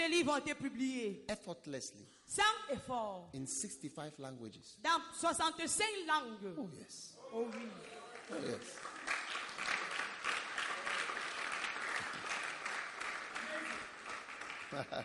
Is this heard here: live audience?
yes